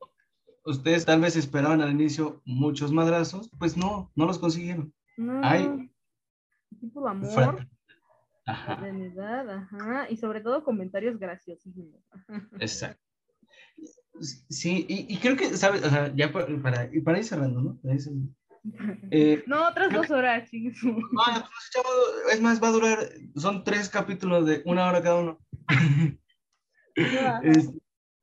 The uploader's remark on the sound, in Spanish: uno de los episodios con peor calidad de audio